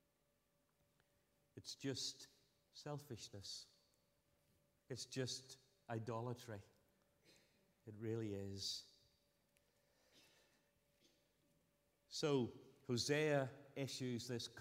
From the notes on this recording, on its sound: Sunday 8th October 2023 evening service.